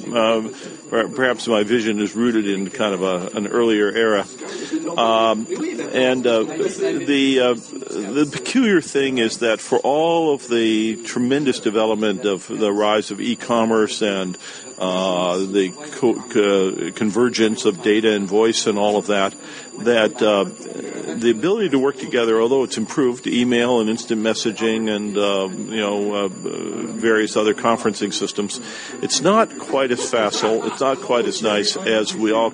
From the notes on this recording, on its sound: This interview was made while at the Netexplorateur Forum 2011